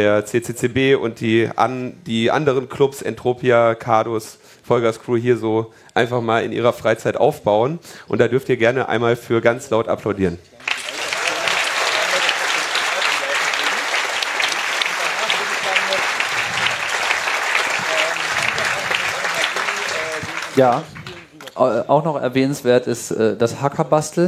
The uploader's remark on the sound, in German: Die Live-on-Stage-Sendung von der Bühne des Three Headed Monkeys Village auf dem Chaos Communication Camp 2019. Und Logbuch:Netzpolitik war mit dabei auf der Bühne des wundervollen Three Headed Monkeys Village.